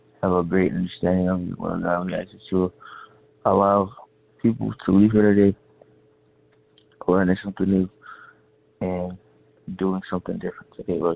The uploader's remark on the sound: Conference Call